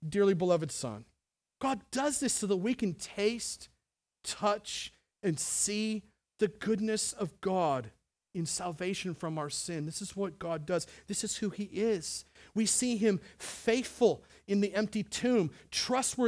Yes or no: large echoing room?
yes